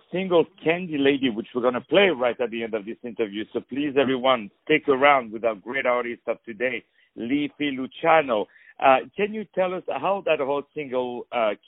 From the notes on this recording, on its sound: On the phone